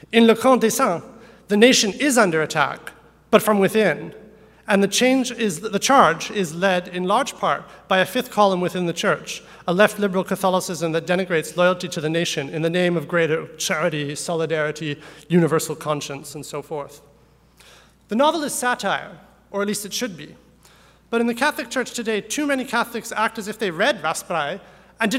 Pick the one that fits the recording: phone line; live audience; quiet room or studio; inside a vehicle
live audience